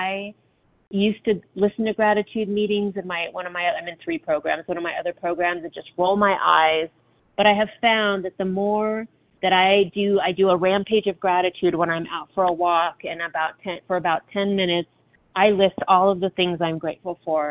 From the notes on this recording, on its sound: from the 100 Pounders Phone Meeting